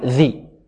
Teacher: لابد طرف اللسان مع طرف الثنية العليا · Term: حروف لثوية